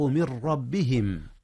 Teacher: الراء حينما تلتقي مع النون تدغم فيه ويدغم فيها إدغاما بغير غنة · Term: إدغام بغير غنة